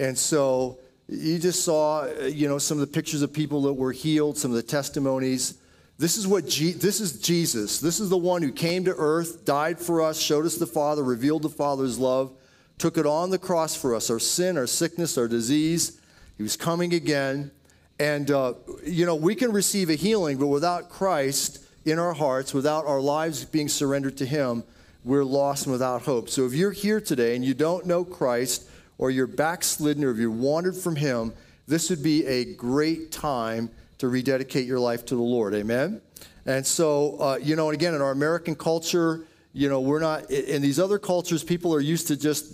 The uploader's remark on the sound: Audio Sermon from Passion Church